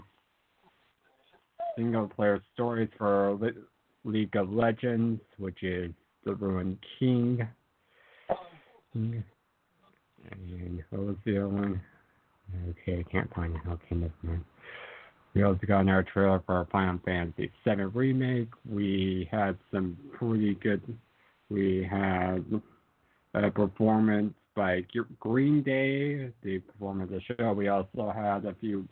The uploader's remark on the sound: The only show on BlogTalkRadio. Along with live calls and guests.